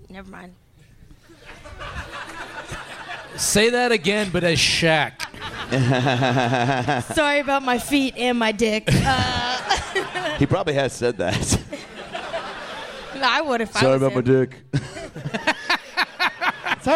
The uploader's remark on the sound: Live from the Helium Comedy Club in Portland